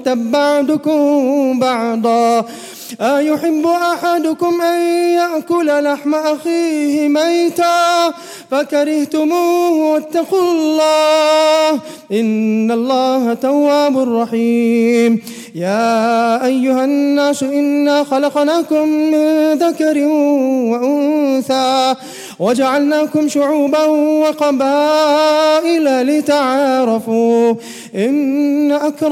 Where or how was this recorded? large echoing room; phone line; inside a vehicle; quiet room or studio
large echoing room